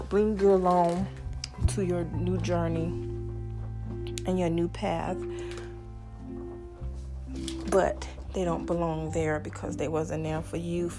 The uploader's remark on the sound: sorry once again for the noise